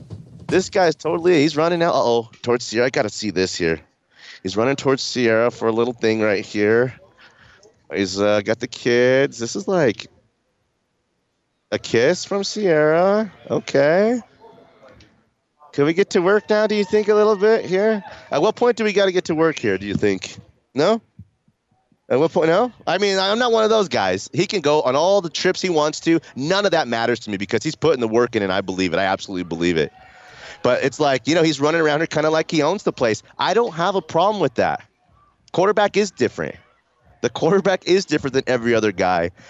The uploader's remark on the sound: LIVE from Training Camp